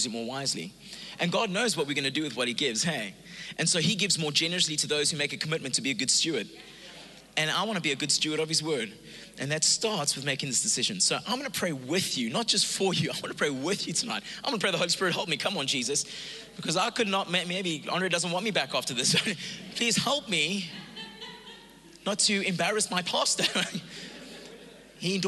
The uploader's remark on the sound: Recorded live on Sunday the 1st May 2022